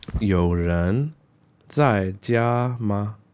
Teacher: Ma is a first tone, but actually it's just a light tone